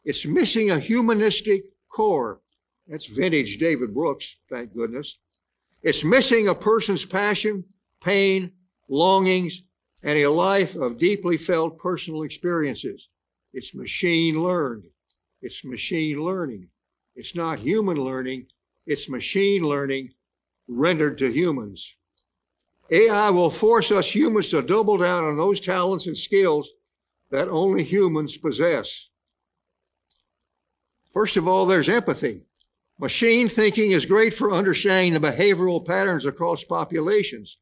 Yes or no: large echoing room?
yes